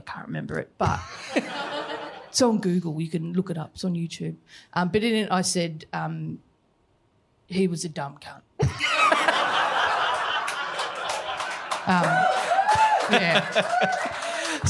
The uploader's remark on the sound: Live in Brisbane. The first half of our sold-out live show in Brisbane.